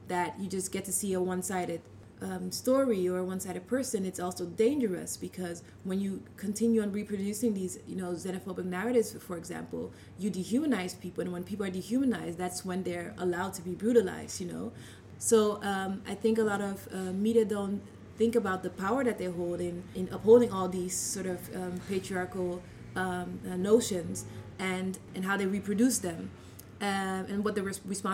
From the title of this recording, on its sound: Live at Night of Arts and Sciences